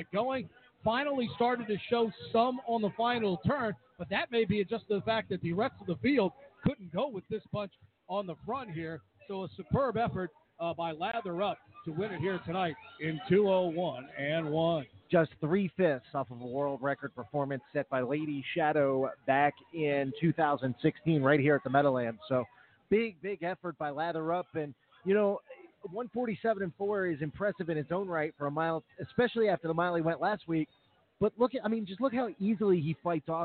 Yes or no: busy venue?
yes